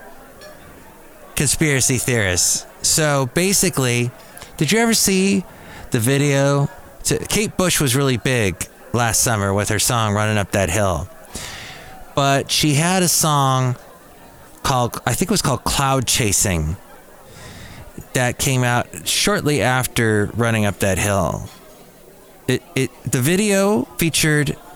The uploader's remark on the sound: podcasts live from Cafe Anyway